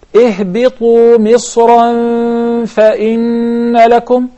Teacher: There is a tanween and there is ikhfa, because the tanween is followed by a letter fa.